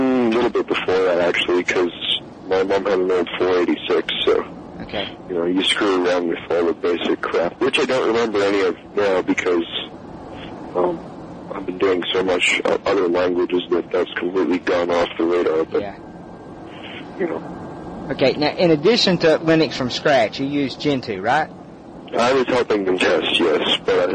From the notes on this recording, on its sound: Phone interview.